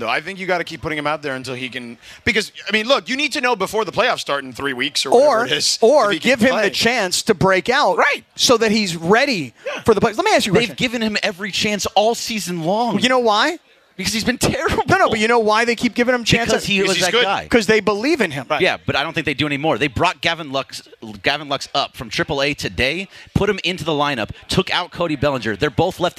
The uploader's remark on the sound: Live from Black Gold Golf Club. Live from the ESPN LA Golf Classic at Black Gold Golf Club in Yorba Linda.